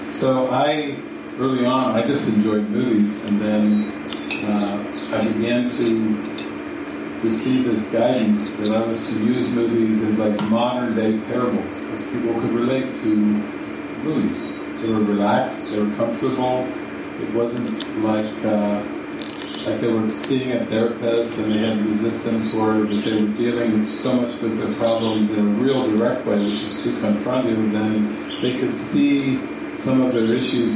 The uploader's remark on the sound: This session was recorded during a weekend retreat at the Sitio Gloria retreat center outside of Sāo Paulo, Brazil, in the afternoon.